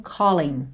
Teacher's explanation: o final é ing, mas o g não é pronunciado